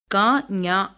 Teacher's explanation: கா, ஞா ஆகியவற்றை கடை, நா, கடை அன்னத்தை தொட உச்சரிக்கின்றோம் · Term: கடை அன்ன ஒலிகள்